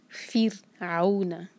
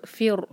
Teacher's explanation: Next word ہے فرعون. یہاں را ساکن سے پہلے فا پر کسرہ ہے، تو اب ہمیں یہ را ساکن باریک کرنا ہوگا. زبان کی صرف ٹپ یوز کریں گے · Shown in: first take · فرعون.